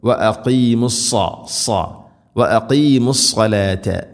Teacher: സാദ് വളരെയധികം ശ്രദ്ധിക്കണം. സാദ് ഇസ്തിഇലാഇൻ്റെ അഥവാ സ്വരഭാരത്തിൽ ഉച്ചരിക്കേണ്ട അക്ഷരമാണ്, കനപ്പിച്ച് ഉച്ചരിക്കണം